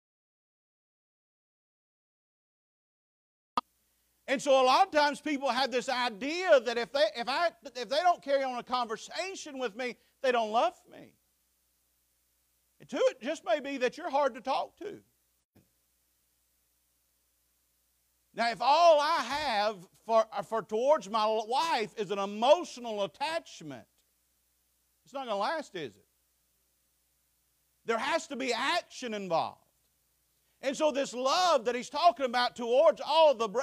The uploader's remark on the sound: Preached at Faith Baptist 9/3/23